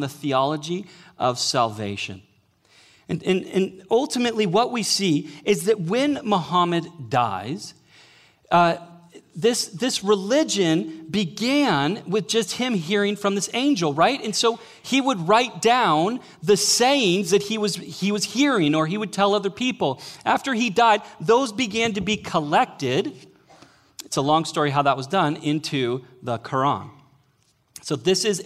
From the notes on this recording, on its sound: Sermon Audio From Northview Young Adults' Series.